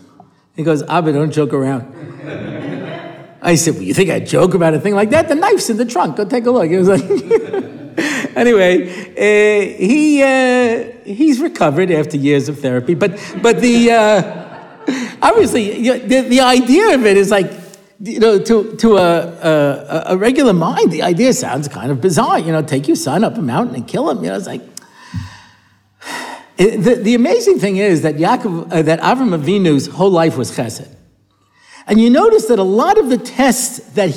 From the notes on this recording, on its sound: recorded at the Motzei Shabbos Har Nof shiur